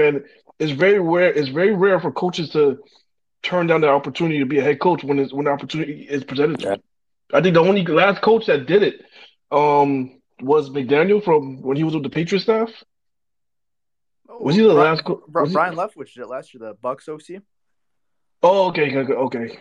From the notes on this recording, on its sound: we have our live show that we did on Twitter Spaces